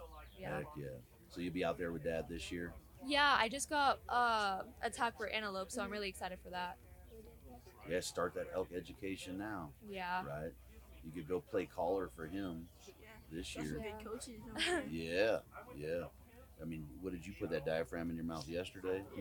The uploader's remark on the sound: Live from Mountain Archery Fest. I love sitting down face to face to record episodes!